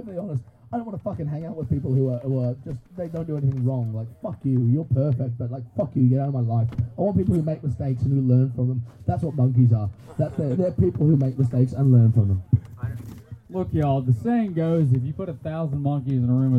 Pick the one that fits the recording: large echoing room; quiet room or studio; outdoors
outdoors